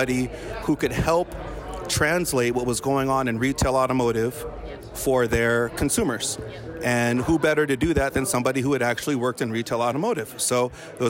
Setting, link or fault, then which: setting, busy venue